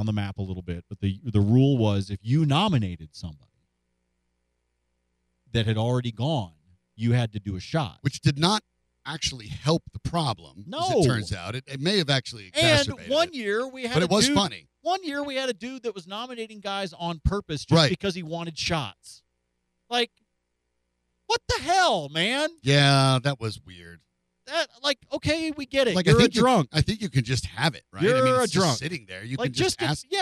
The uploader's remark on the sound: Calls from Fort Worth